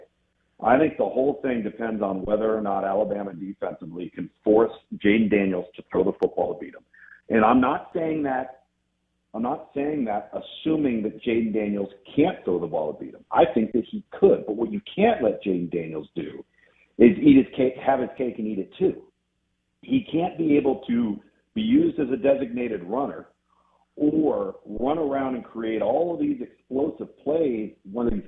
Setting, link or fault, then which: link, phone line